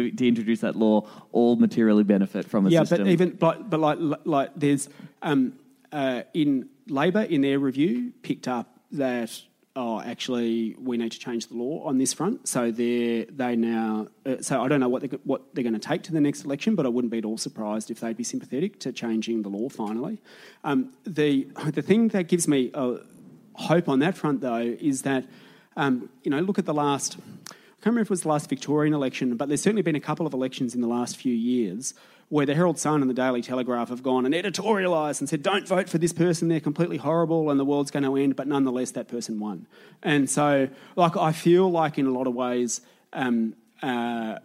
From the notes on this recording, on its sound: Recorded in Collingwood at the Easey Street Concert Hall in front of a bloody lovely crowd.